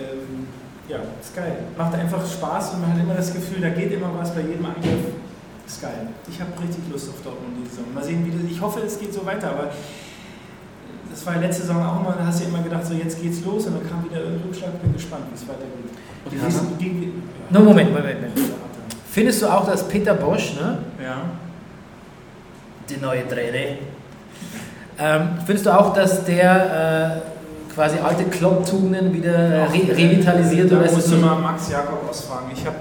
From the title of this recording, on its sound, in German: Brennerpass Live aus Neukölln